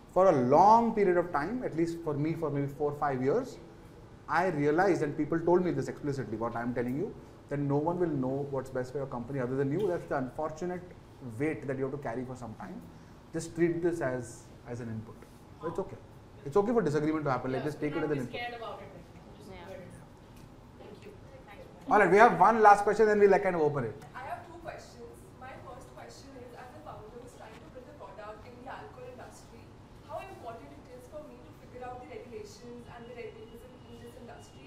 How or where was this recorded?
live audience